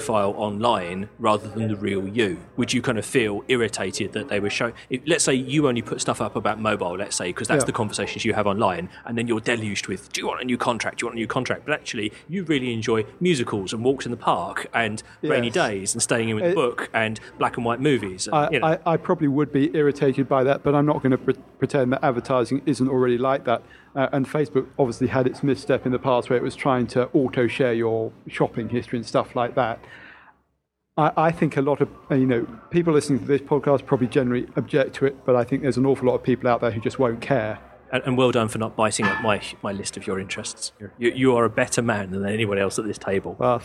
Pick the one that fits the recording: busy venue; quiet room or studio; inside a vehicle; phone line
busy venue